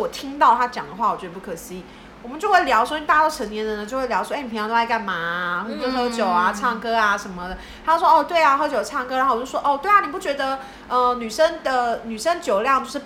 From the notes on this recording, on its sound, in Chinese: 喝酒那些事系列由於是試錄集，收音設備非常陽春，請海涵～。